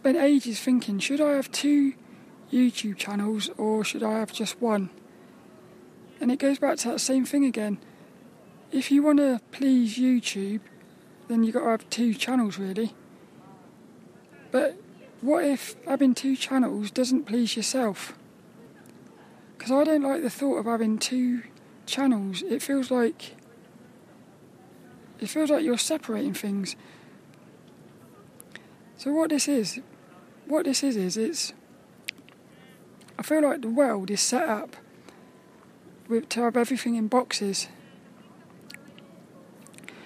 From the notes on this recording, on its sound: a Walk and Talk around Devils Point in Plymouth